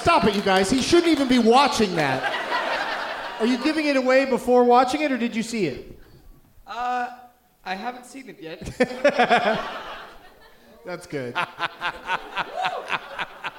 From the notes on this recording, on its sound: Live from the Knitting Factory in Boise, ID